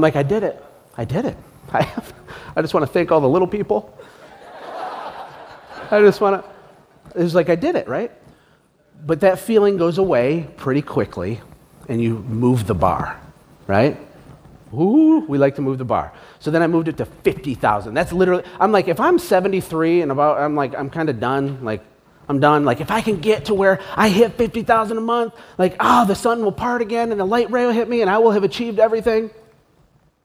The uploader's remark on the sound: (live event recording). Listen behind the scenes at a live event. Spoke to 600 new entrepreneurs.